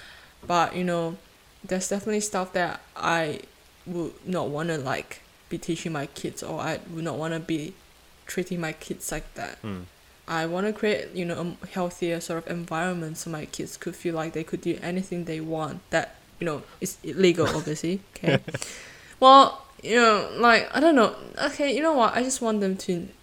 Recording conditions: sounds in the background